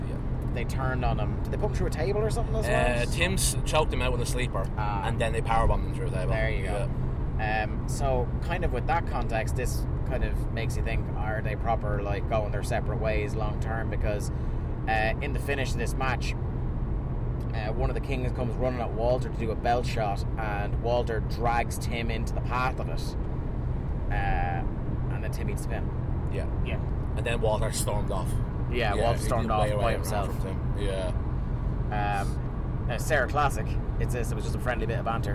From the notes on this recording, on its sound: Recorded in a car somewhere in deepest darkest Monaghan.